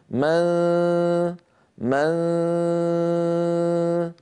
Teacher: يصاحب صوت الغنة صويت من الفم بسبب عدم انغلاق مخرج النون. مخرج النون ما عاد استعملناه، نحن الآن انتقلنا لمخرج قرب الدال قرب التاء اللي هو الجزء اللساني. · من هذه الأسهم الكبيرة التي ترونها تظهر من الوترين الصوتيين وتمر عبر الخيشوم إلى أن تخرج من فتحتي الأنف، هي كناية عن صوت الغنة. من إذن لساني قريب من مخرج الدال، قريب من مخرج التاء، وفي صوت من الخيشوم، غنة كاملة الطول · Term: الصويت الفموي